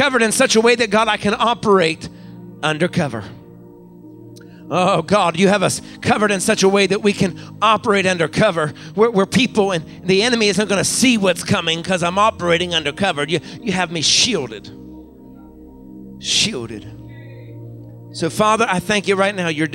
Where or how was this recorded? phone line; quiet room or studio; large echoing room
large echoing room